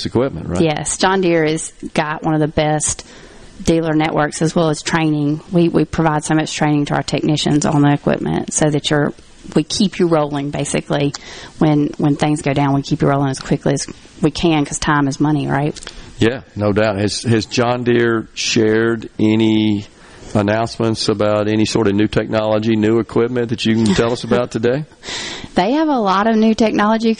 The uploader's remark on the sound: LIVE from Summit as we get ready for the 12th Annual Smokin' on the Tracks BBQ Cook Off